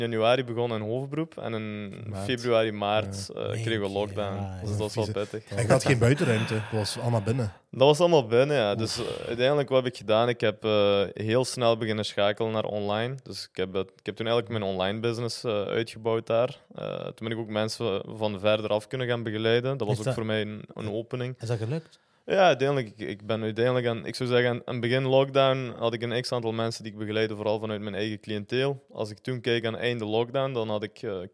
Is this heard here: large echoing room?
no